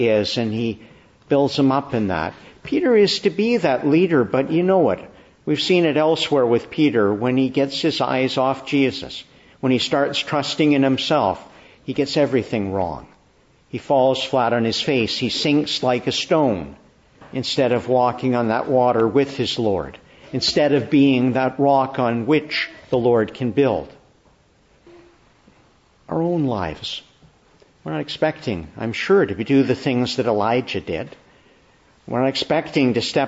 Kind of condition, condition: setting, large echoing room